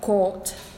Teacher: The length of the vowel will be shortened, will be clipped, mm-hmm. because of the voiceless feature of the following sound. · Term: pre-fortis clipping